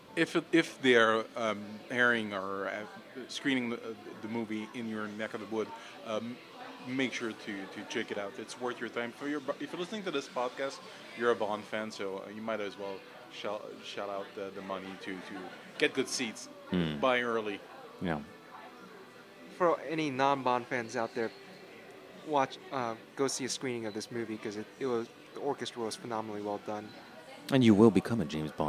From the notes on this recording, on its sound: we sat down in a busy café to record our thoughts